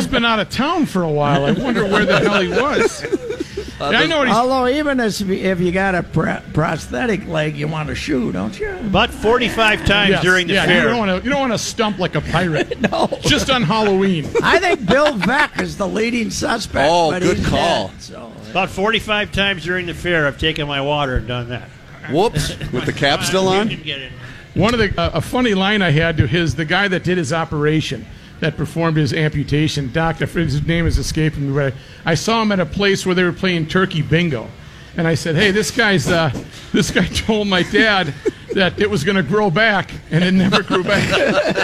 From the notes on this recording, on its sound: Live at the Fair. Final State Fair Show.